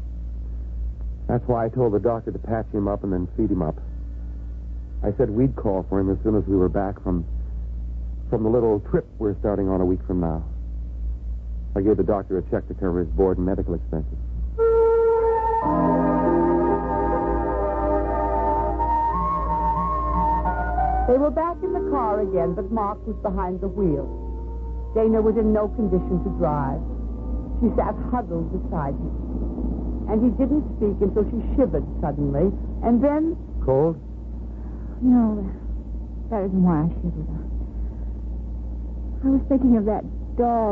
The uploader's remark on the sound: Whispering Streets - 1957 Jilted AFRS (Poor Sound).